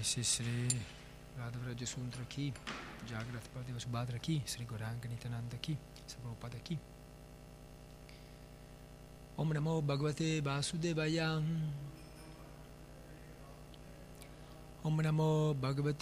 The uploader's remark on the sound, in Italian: in diretta dal Tempio di Villa Vrindavana